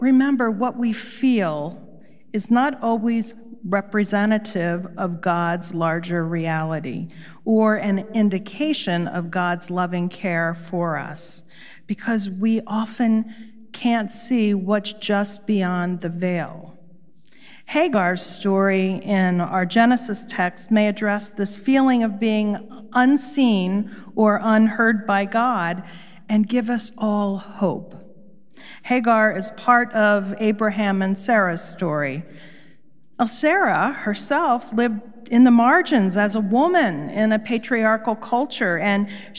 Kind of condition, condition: setting, large echoing room